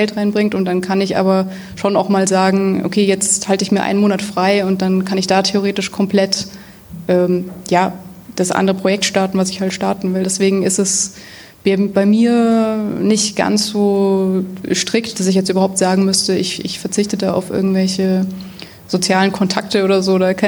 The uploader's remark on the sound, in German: Die Folge wurde als Live Mitschnitt auf dem ersten Sidepreneur Meetup in München aufgezeichnet.